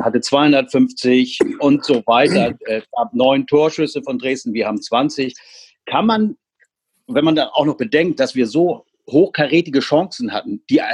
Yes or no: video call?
yes